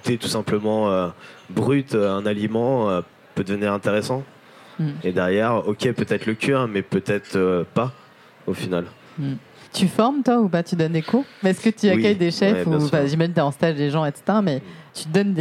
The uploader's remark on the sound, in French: Débat enregistré en public à la REcyclerie.